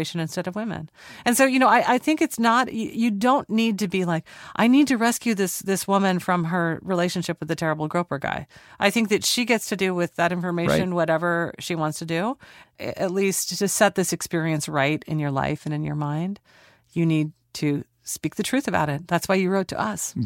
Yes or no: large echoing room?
no